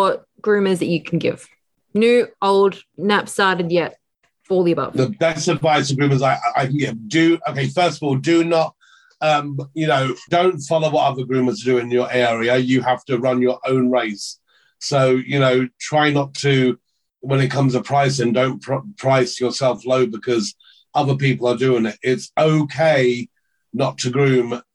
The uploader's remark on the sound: our zoom interview